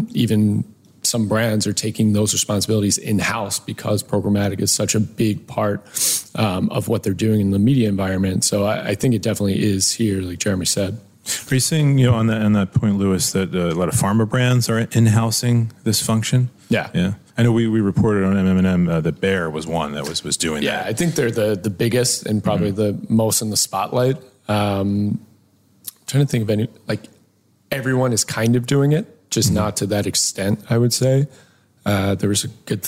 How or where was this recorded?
busy venue